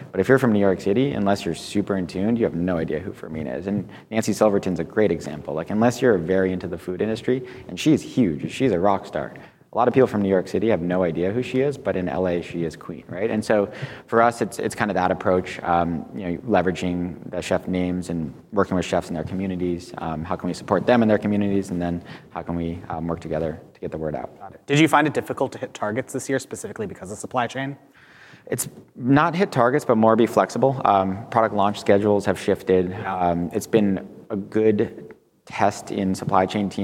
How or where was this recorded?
live audience